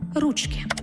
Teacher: у називному відмінку множини наголос падає тільки на перший склад